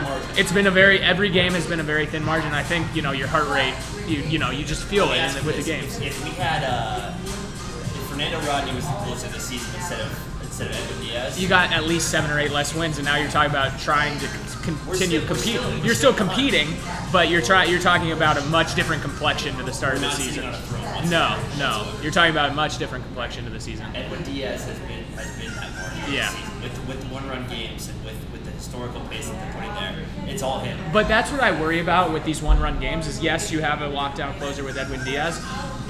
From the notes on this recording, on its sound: LIVE from Intermezzo Carmine.